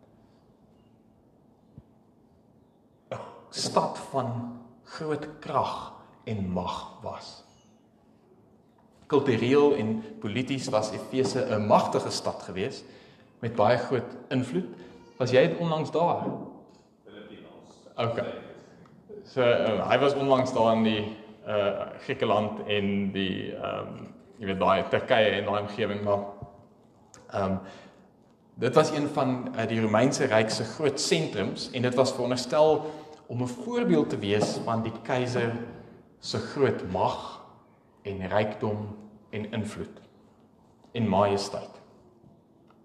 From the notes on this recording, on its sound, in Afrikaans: Opname van die preek by Pinelands Gemeente op 26 November